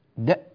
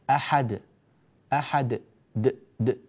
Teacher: حطينا همزة بعد الدال، د ها في همزة خفيفة · Shown in: first take · احنا لا نريد هذه الهمزة، أحد أحد، د د بس مش د، الهمزة كده مش صحيحة.